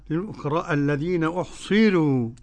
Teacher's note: للفقراء الذين أحصروا، قرأ ورش بترقيق الراء